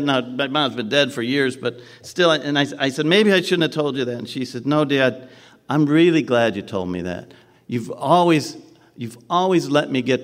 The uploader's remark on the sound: Keynote Speaker Saturday Night #2 - Design for Living Nashville 2020